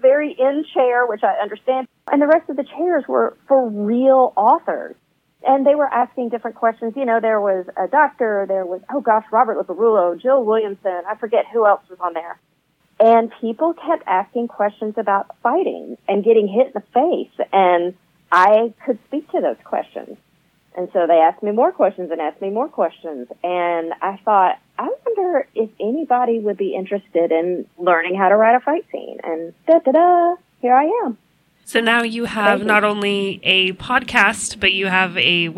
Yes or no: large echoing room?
no